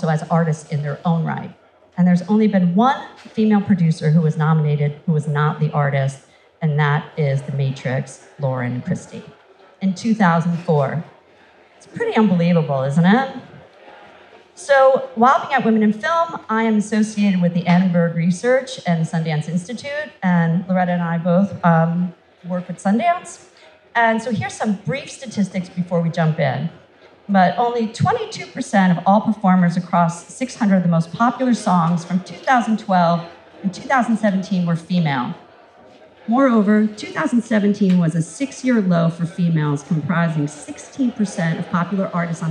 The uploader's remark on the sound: Recorded at the Guild of Music Supervisors 4th Annual 'State of Music in Media' Conference held at USC on September 15th, 2018.